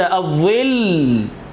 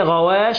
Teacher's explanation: الصوت ما بيجريش في اللام زي ما بيجري في الشين